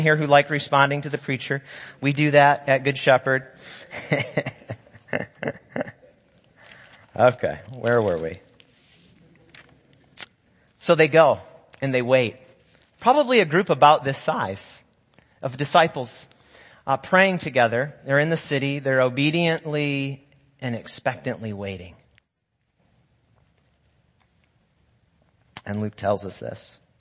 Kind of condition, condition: setting, large echoing room